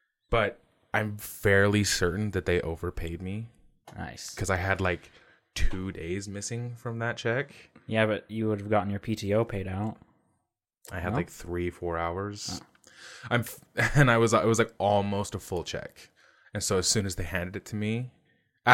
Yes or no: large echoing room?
no